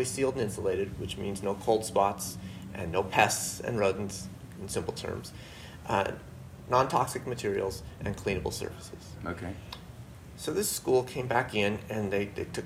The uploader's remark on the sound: took place at the 2018 IAQA Conference in Chicago, IL